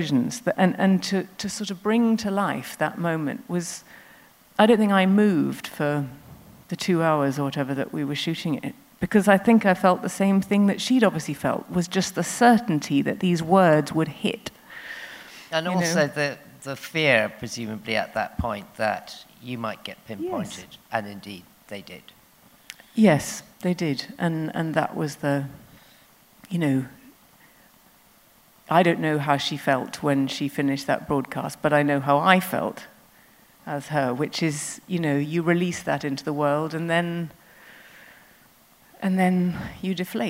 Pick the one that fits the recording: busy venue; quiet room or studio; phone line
busy venue